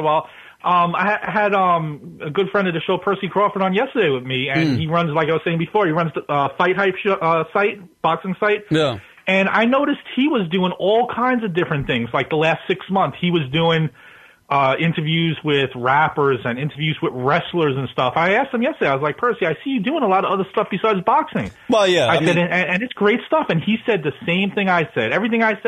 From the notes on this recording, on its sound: is joined on the phone